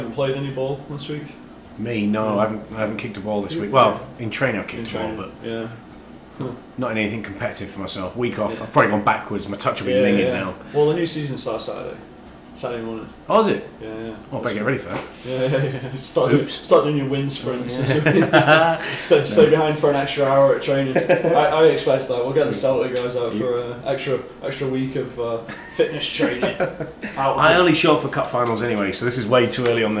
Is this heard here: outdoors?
no